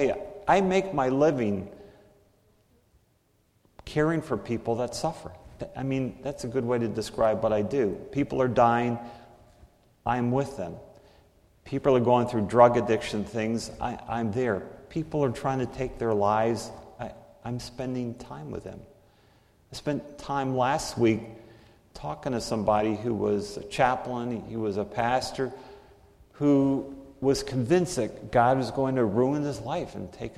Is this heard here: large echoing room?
yes